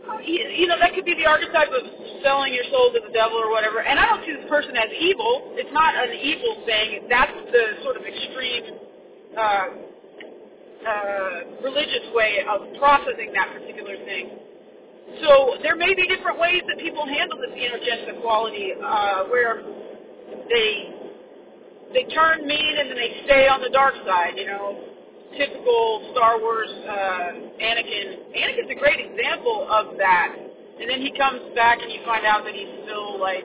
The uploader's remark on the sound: Sorry about the car recording.